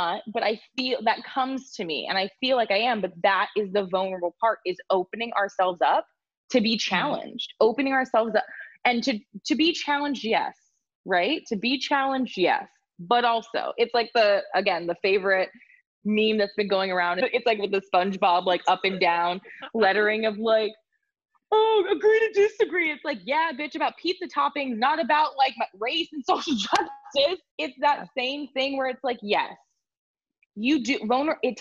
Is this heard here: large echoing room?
no